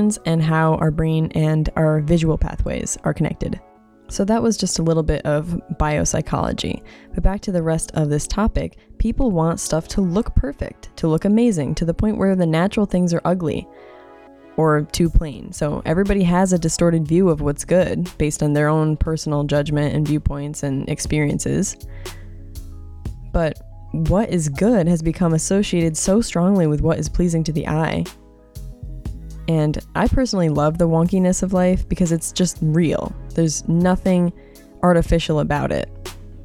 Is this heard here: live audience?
no